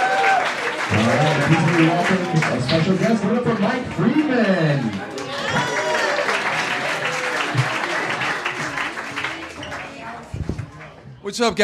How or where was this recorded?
live audience